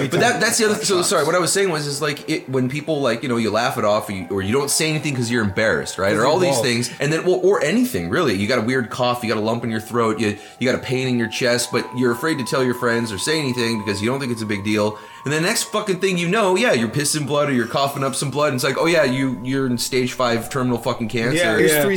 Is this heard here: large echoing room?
no